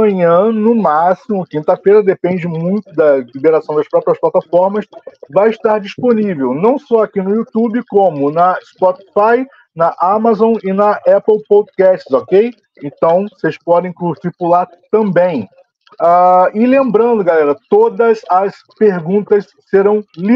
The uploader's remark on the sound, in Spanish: mesa redonda virtual